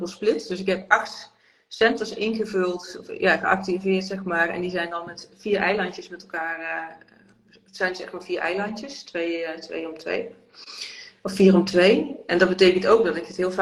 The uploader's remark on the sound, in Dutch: tijdens een live op Instagram